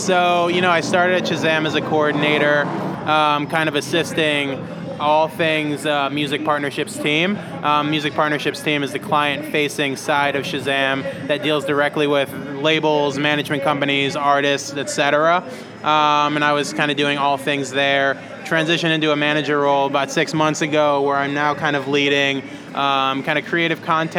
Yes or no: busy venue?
yes